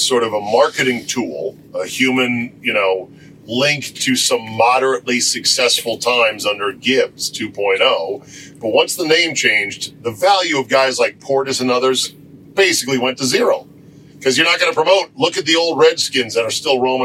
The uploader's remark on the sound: Joined in the van. The Rodecast recorder crashed and lost power. Sub-optimal camera audio exists and was saved!